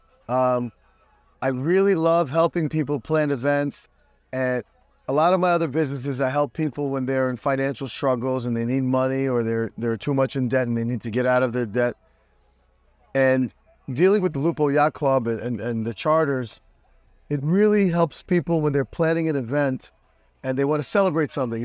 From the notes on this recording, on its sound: Based in Miami FL. Record this podcast on his yacht.